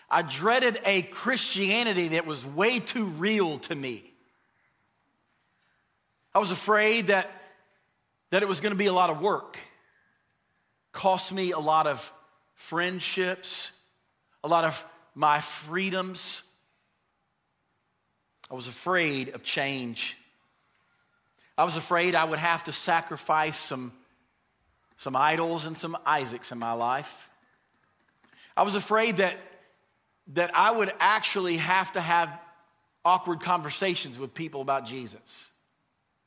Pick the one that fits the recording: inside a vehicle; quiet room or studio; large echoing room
large echoing room